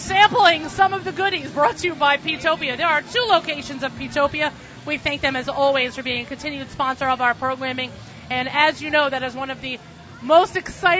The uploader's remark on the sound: Broadcasts Live from the 2015 Celebrate Israel Parade in NYC. Bring you the sights and sounds of this year's Celebrate Israel Parade on Fifth Avenue in NYC.